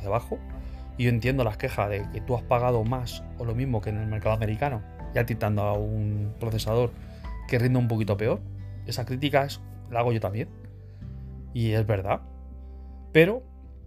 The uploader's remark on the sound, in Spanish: Grabado exclusivamente con el micrófono interno del teléfono movil.